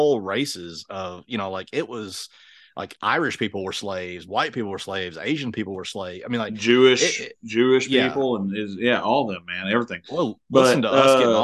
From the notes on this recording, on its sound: via Zoom